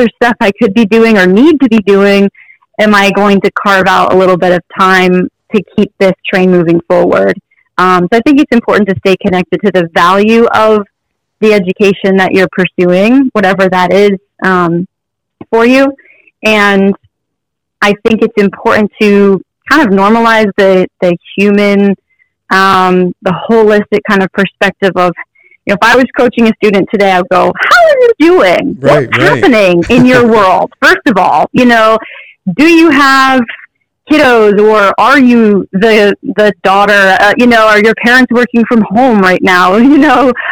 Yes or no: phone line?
yes